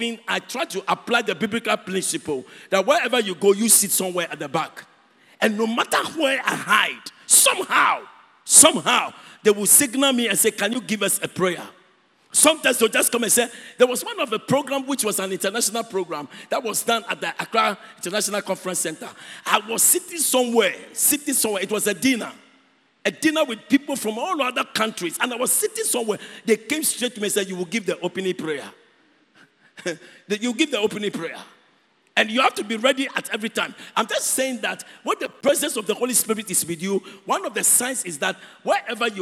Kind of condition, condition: setting, large echoing room